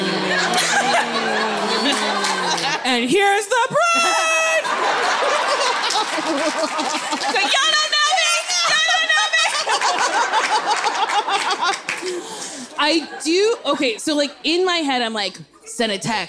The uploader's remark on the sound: Live shows are back! Live at the Largo. Lots of audience questions.